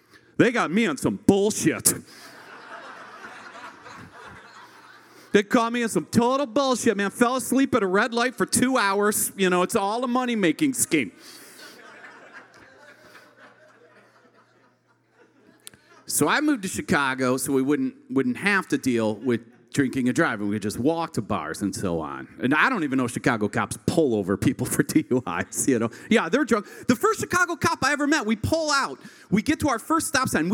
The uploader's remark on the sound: This unique structure allows the story to resonate with audience members as they experience the accompanying song covered by our house band, live at Martyrs in Chicago's North Center neighborhood.